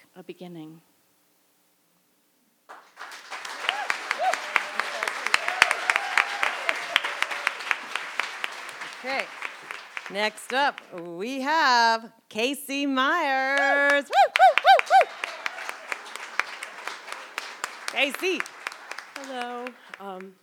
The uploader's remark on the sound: This event was recorded in front of a live audience on July 18, 2017 at Wellfleet Preservation Hall in Cape Cod, Massachusetts.